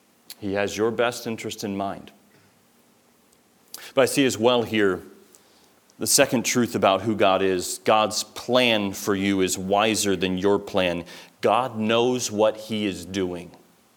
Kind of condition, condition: setting, large echoing room